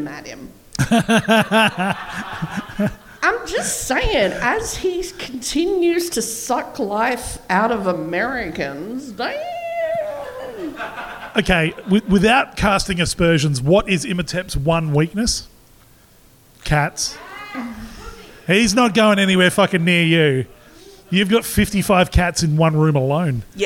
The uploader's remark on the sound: Live from the Rhino Room in Adelaide. A small but enthusiastic group.